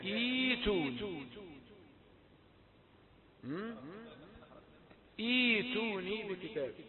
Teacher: الهمزة الأولى تقول إي طيب فلا تتبعها بالهمزة الثانية الساكنة إنما تبدل الهمزة الثانية من جنس حركة ما قبلها إذا تبدلها ياء